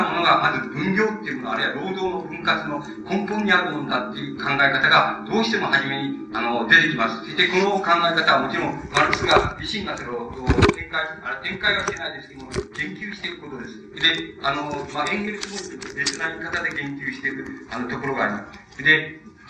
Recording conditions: poor sound quality